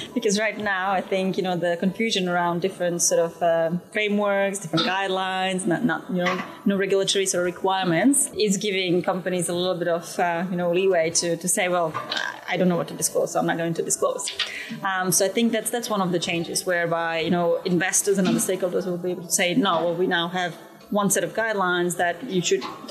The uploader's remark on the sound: The IR Magazine team reports live from the floor of the ESG Integration Forum – Europe.